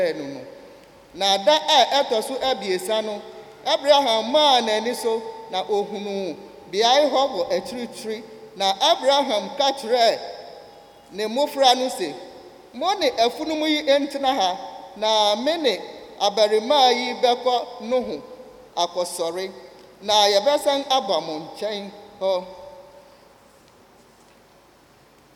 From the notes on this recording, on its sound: Sermon preached at CBC Shiashie Campus